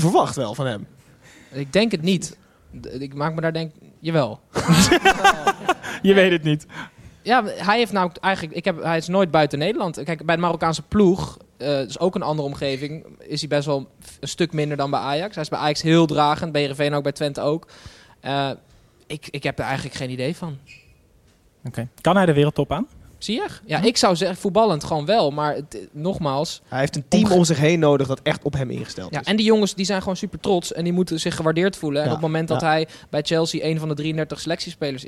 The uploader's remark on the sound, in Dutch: Zitten we live in een vol stadion! (liveshow XL).